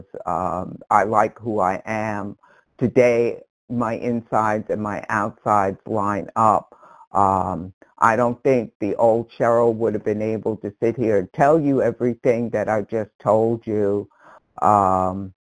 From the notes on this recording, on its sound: from the 100 Pounders Phone Meeting, 12/1/22